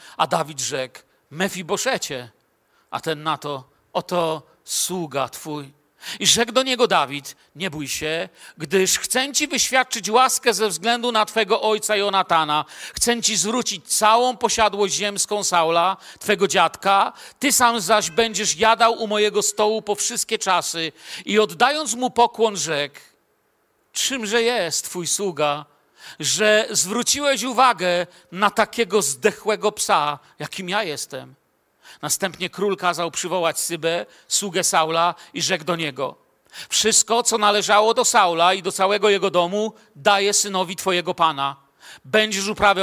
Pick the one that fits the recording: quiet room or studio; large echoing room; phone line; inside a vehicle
large echoing room